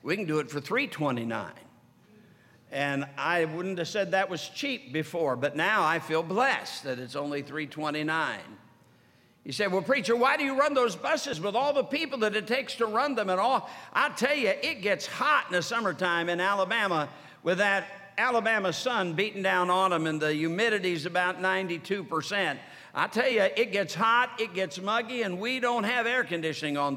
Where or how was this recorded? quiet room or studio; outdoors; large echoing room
large echoing room